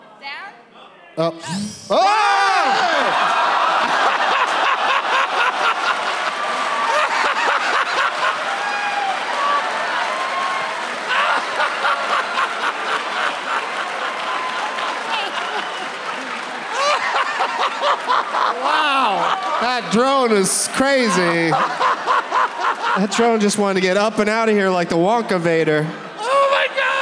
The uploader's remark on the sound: Live from the Neptune Theatre in Seattle